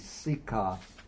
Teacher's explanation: the nominative would be sikha, ending with the long A, the extended A.